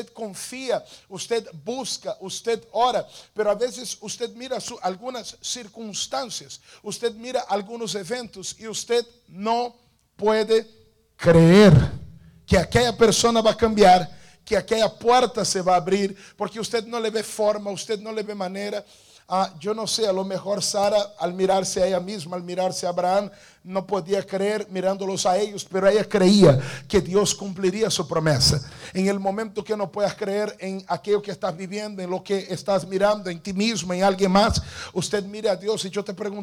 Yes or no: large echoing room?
yes